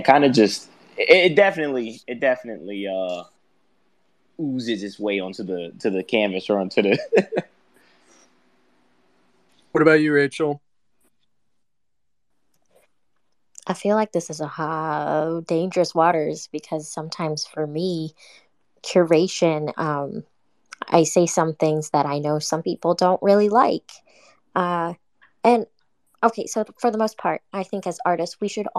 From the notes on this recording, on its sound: Episodes are uploaded as a podcast after the fact.